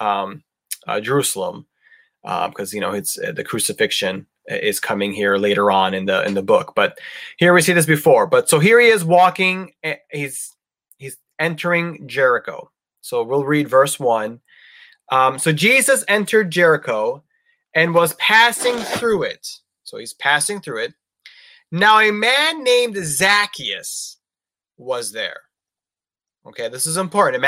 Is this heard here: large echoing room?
no